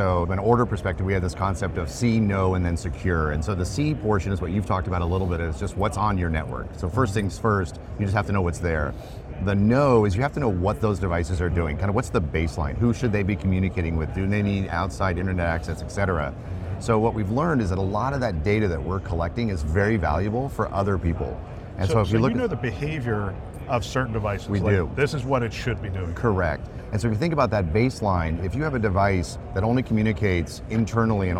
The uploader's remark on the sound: an Interview in Action live from HIMSS 2023